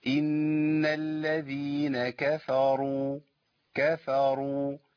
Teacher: يبقى اظبط الكاف قوي، لا اعمل فيها اماله ابالغ في ترقيقها ولا اوصلها للتفخيم